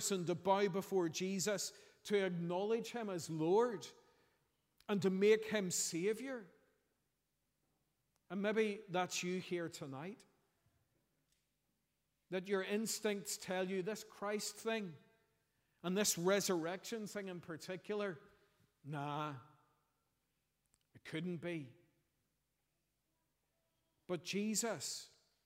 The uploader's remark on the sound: preached at our Easter Sunday evening service